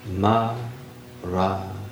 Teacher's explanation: Say it as four equally stressed syllables. Maranatha. And say your word from the beginning to the end.